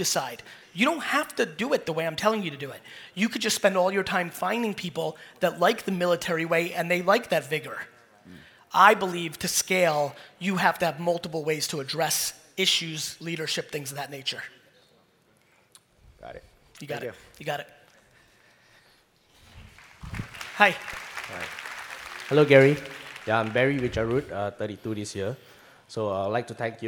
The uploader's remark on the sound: Singapore Keynote. A fire keynote I did in Singapore.